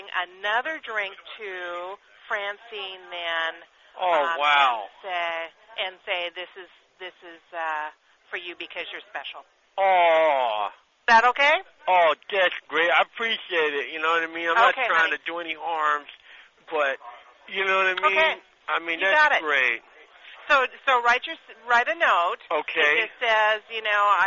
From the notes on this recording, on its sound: Prank Phone Calls